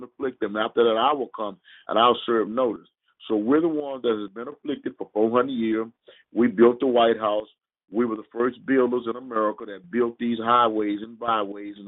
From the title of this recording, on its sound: Conference Call